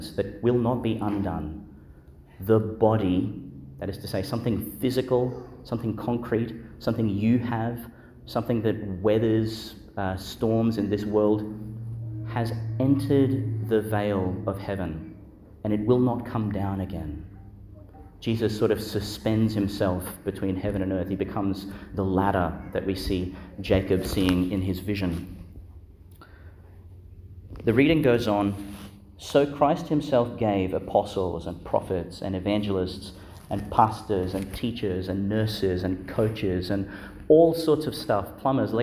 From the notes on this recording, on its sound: delivered in Our Lady to Star of the Sea, Qld.